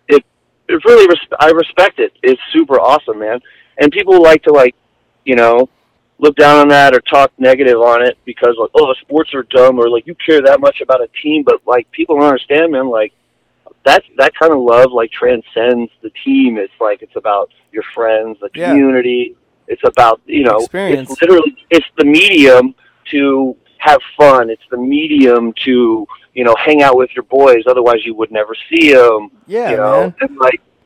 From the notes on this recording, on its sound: Hit the radio station phone line for a live radio interview. KZAA 96.5 FM.